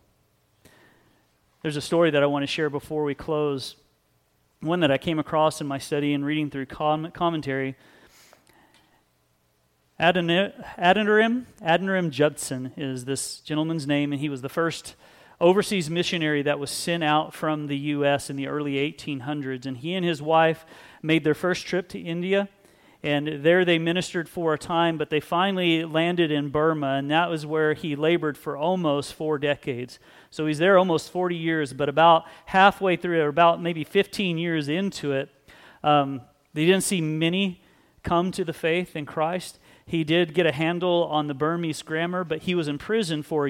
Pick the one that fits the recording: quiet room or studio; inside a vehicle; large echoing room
large echoing room